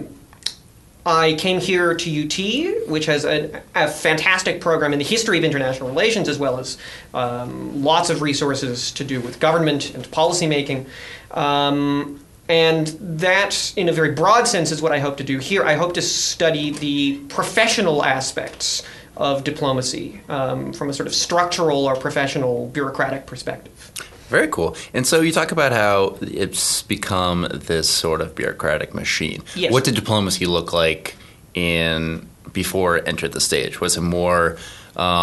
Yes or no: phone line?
no